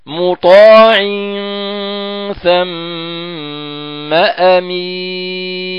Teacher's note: نلاحظ ثلاث حركات في الإخفاء، أربع حركات في الميم المشددة